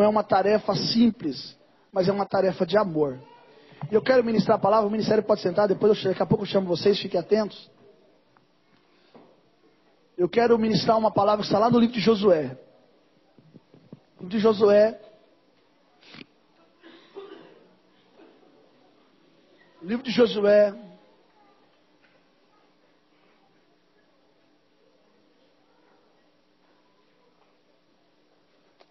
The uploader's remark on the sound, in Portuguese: Mensagem gravada em 02/07/2023 - Culto da Família - Santa Ceia